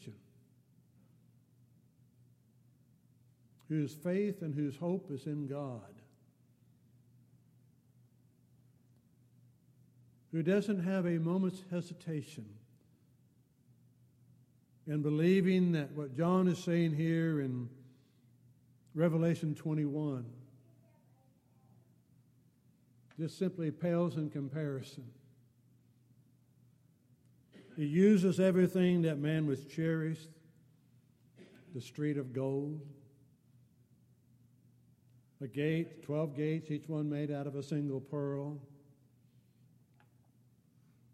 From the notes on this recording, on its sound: Downtown Church Of Christ Audio Sermon